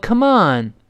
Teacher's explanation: 鼓励对方的时候呢，后面那，on 重读， Come 略微轻点